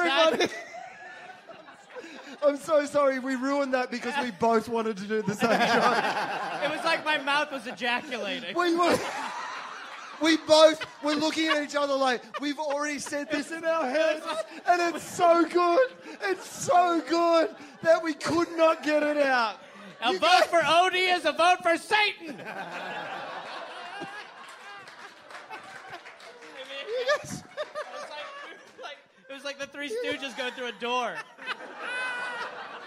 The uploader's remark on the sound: Live from LA Podfest